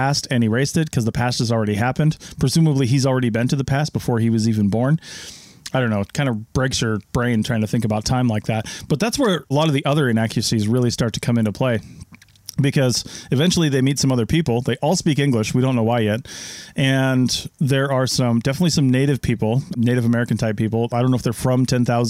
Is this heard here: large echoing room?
no